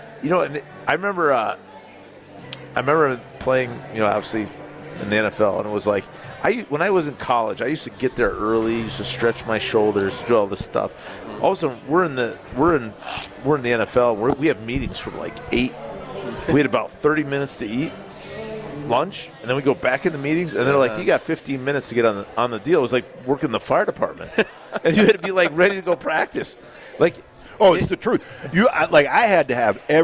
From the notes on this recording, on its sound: live from the Great Dane